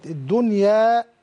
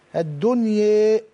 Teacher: الإمالة الكبرى هي النحو بالألف أو النطق بالألف يعني كأنه ياء أو نحو الياء والفتحة نحو الكسر · Shown in: second take